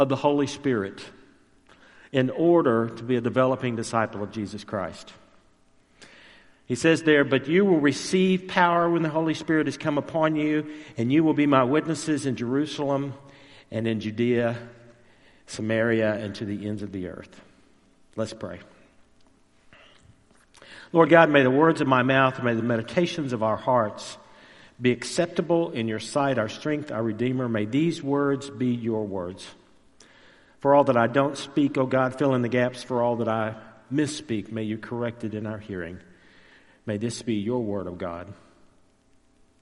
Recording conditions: large echoing room